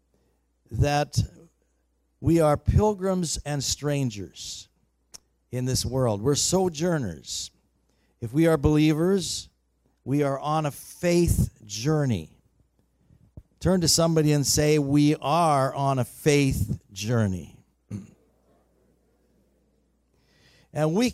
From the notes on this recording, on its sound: Recorded on September 1, 2019 at THRIVE Church Vancouver, Canada